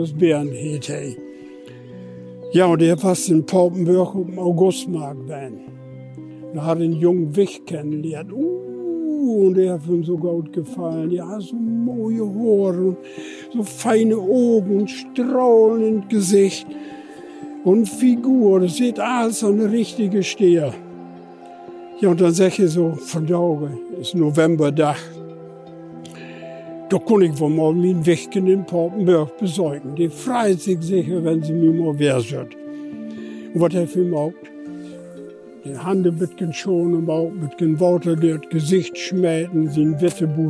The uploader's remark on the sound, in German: Live-Streifzug durch das Areal von Deutschlands längster Fehnkolonie. Uns beim Talk auf der Von-Velen-Anlage den Papenburger Wind um die Nase wehen.